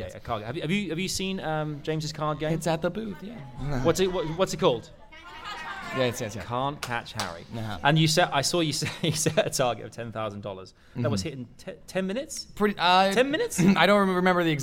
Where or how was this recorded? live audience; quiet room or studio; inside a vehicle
live audience